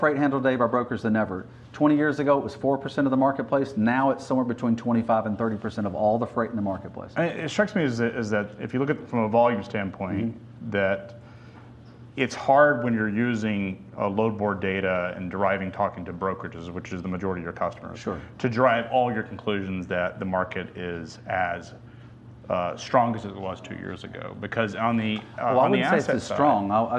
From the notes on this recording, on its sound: The interview was filmed during the Truckload Live Summit in Chattanooga, TN on December 5, 2019.